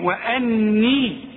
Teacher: النون اوعى تنسى تغنيها حركتين